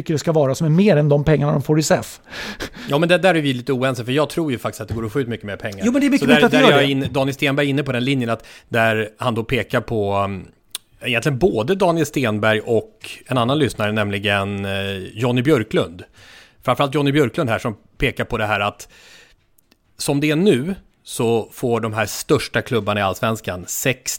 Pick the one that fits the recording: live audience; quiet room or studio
quiet room or studio